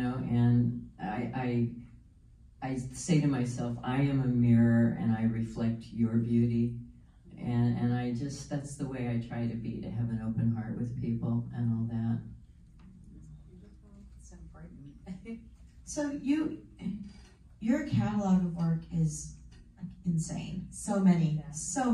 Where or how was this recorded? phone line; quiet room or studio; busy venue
busy venue